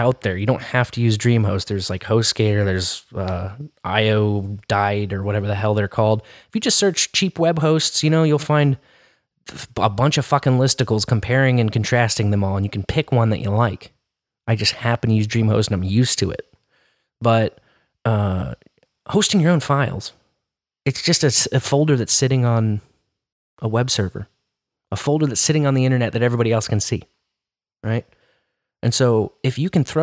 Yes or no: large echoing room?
no